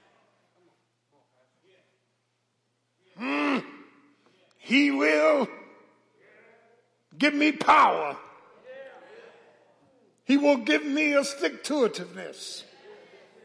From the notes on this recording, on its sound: Matthew's Baptist Church Sunday Morning Live Stream